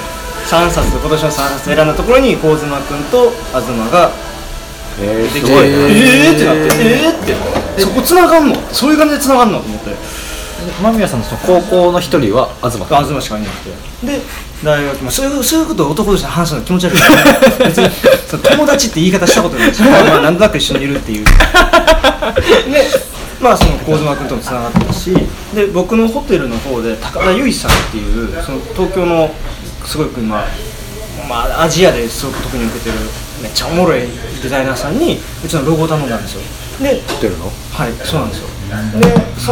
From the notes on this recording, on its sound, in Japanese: LOCKET』第3号刊行記念トークイベント（於blackbird books）後の打ち上げにてオフレコトーク満載につき、ぶつ切り配信。